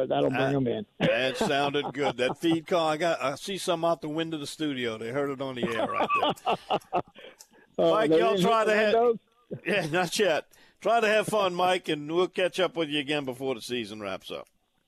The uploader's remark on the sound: calls LIVE from his duck blind